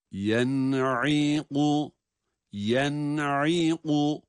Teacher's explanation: Yani nun'un cezimli halinden ayn harfine geçiş belki biraz yorabilir ama yine sırası geleni oku mantığımızla bunu da çözüyoruz Allah'ın izniyle. Önce yen diyoruz, sonra ayn harfini boğazı sıkara çıkarıyoruz.